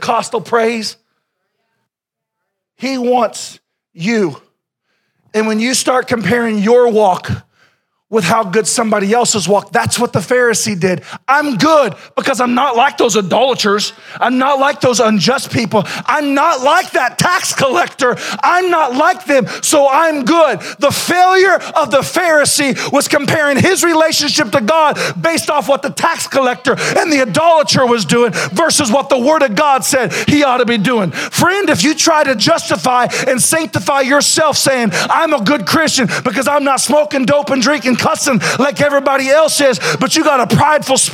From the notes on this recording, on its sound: Sermon originally preached April 14, 2021